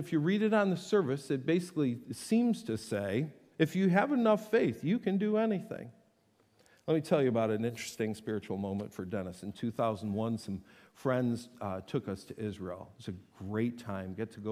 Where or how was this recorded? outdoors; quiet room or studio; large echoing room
large echoing room